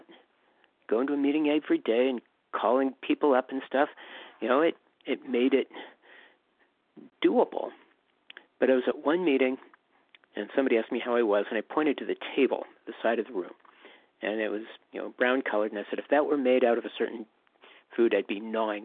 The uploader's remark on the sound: 100 Pounders Phone Meeting.